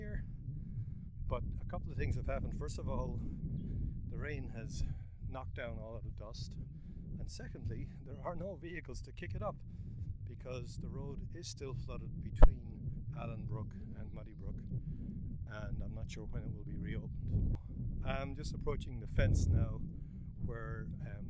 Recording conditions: wind noise